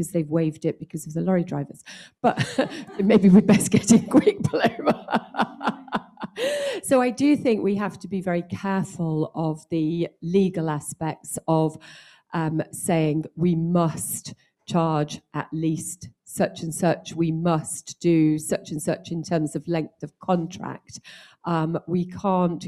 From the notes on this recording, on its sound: This episode is a recording of the highlights of the Panel Discussion that took place at the Home Staging Forum 2021.